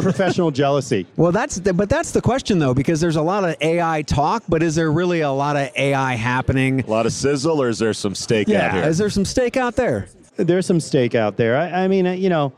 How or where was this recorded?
busy venue